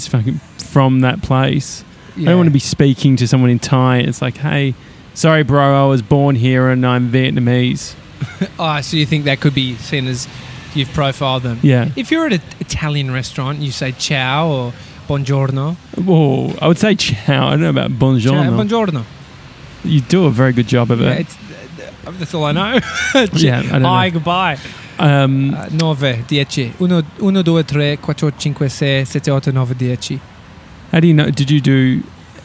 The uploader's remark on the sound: live from outside Piccolina Gelateria on Smith Street in Collingwood.